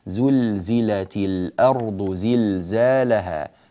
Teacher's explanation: لام مظهرة بلا غنة